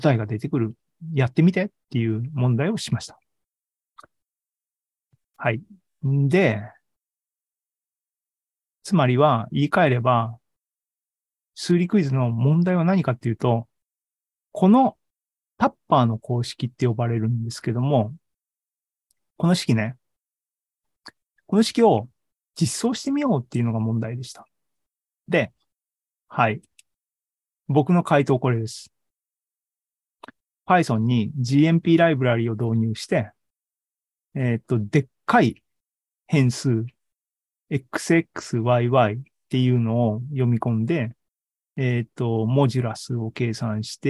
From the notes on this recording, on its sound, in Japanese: ２０２２年１１月３０日に開催した ZOOMライブの模様です